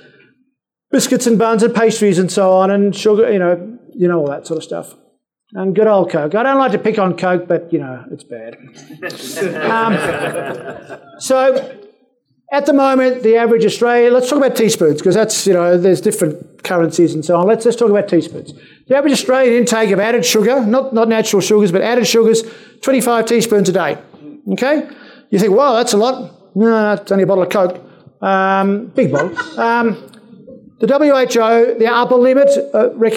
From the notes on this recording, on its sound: you will hear various lectures from that conference